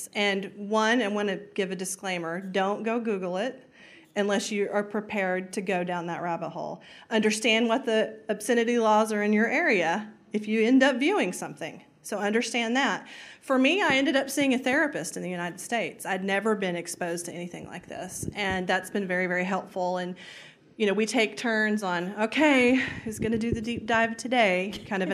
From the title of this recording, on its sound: CrimeCon UK Live Session